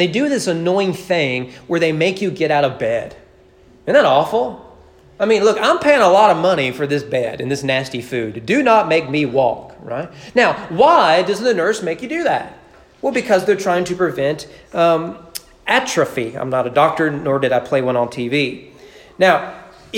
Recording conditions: large echoing room